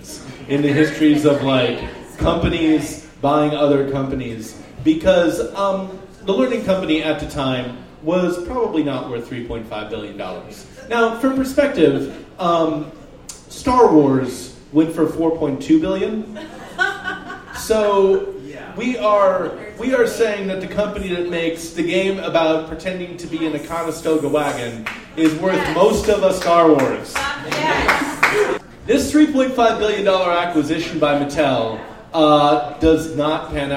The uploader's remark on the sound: Live at the Jack London